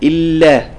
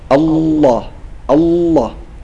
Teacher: اللام في لفظ الجلالة أنها مفخمة · Shown in: second take